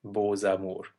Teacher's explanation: And another one that doesn't sound like the original letter is beaux amours, where we have a silent X that turns into a Z. · Term: liaison